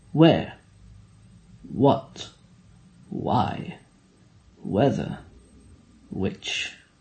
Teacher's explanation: The English H, silent after W.